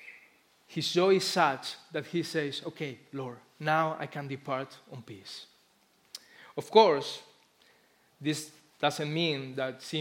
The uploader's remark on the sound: Christmas Eve Service Live Stream Recording